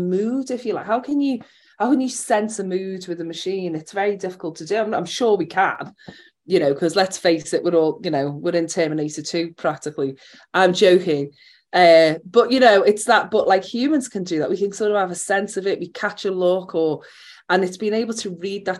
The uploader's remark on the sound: We kick off Season 2 with a fantastic recording of our webinar on social engineering. We're also joined by three other experts.